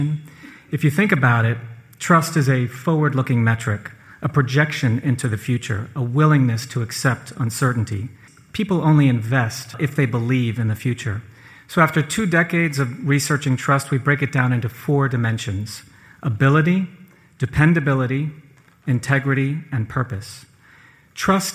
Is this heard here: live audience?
yes